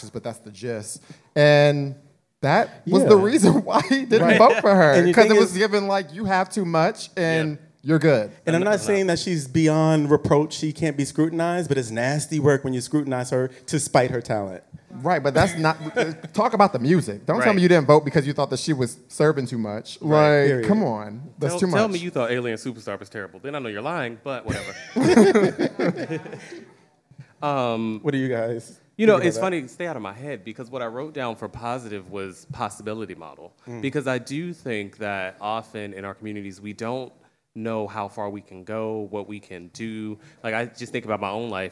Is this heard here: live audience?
yes